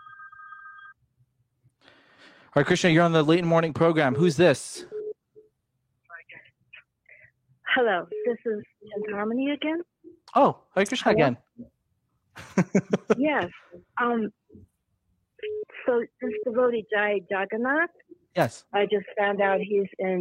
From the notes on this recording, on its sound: take live calls from the audience